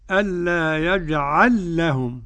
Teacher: قرأ السوسي بإدغام اللام الأولى في الثانية